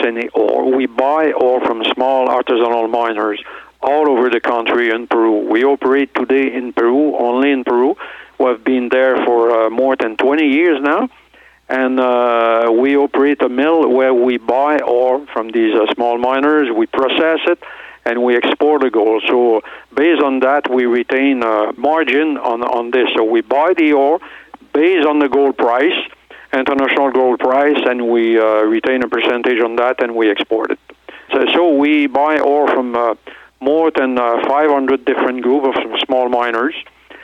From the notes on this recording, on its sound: called in to SmallCapVoice